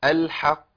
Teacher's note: لان انا بقف على مشدد ماشي وبسكن القاف، فباخد زمن زياده شويه